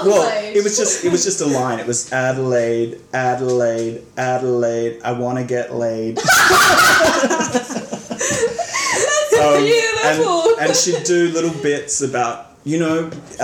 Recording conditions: sounds in the background